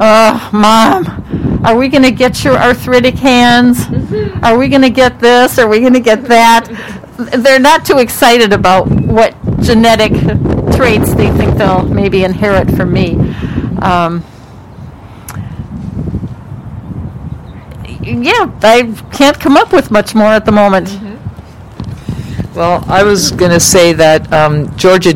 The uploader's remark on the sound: Recorded LIVE From Salt Creek Trail.